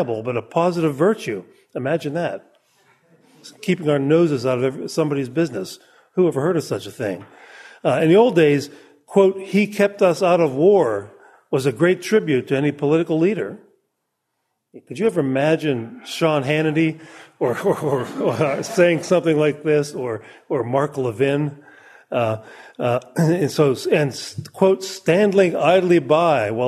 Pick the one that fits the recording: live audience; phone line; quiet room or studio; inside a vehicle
live audience